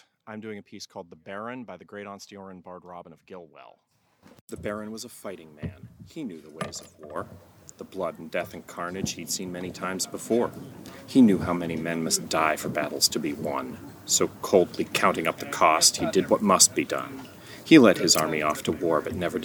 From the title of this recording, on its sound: Live From Pennsic II